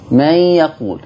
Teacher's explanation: فعندما نقول من يقول، فدخلت أو فدخل حرف النون في حرف الياء، يعني إحنا بنقسها بنقول بدل ما بنطق حرفين بنطق حرف واحد، فدخل حرف النون في حرف الياء · Term: الإدغام